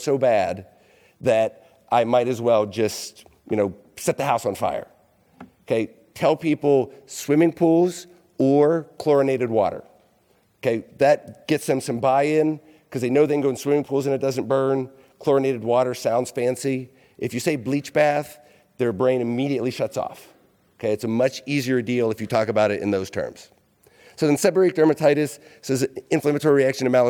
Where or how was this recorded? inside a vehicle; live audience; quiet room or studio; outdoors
live audience